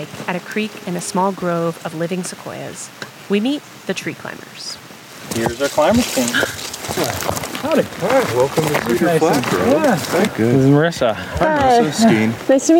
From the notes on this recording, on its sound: hiking out to see the damage done to a sequoia grove in the middle of a wilderness area in the national parks